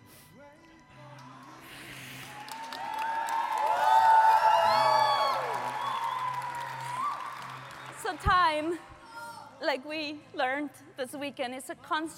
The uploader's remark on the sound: Live Audience Q&A. Recorded LIVE at The Summit of Greatness 2023.